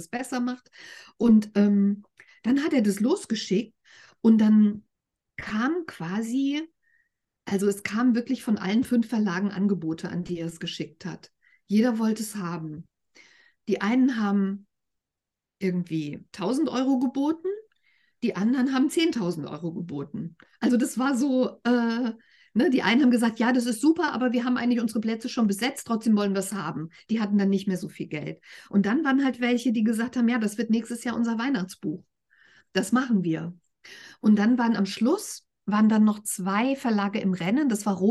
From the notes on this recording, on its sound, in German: Der Ton ist manchmal etwas wackelig, weil dieses Gespräch im Zoom-Meeting statt gefunden hat. Es ist aber immer alles gut zu verstehen.